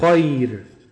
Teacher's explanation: خير الياء ساكنه قبلها حرف الخاء مفتوح، وبالتالي الياء حرف لين بعدها الراء، راء ساكنه سكون عارض.